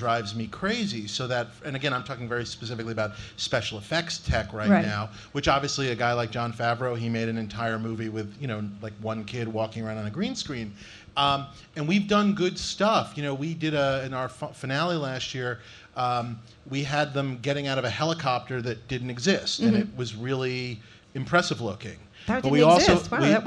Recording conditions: live audience